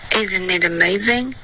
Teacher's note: 这三个 i 的音舌根都太高了